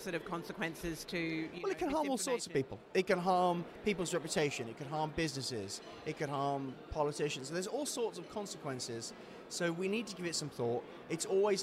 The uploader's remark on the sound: we took the podcast on the road to the AIPPI World Congress in Istanbul